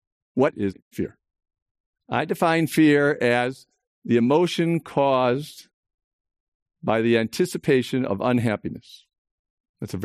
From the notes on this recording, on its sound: In response to the Coronavirus Covid-19 outbreak, this program was recorded in an empty auditorium, for an online audience only, and live-streamed from The Commonwealth Club of California in San Francisco on March 30th, 2020.